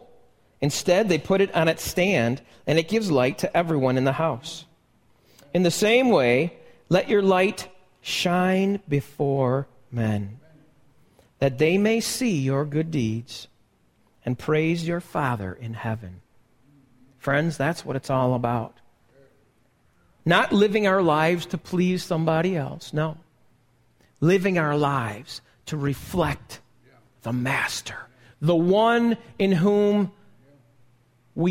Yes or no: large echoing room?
yes